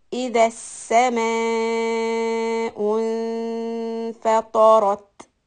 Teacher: fa soft, ta and ra heavy. And then the ta has a sukun. We do hams.